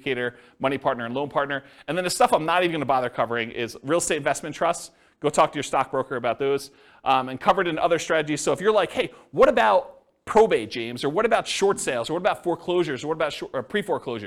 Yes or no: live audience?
yes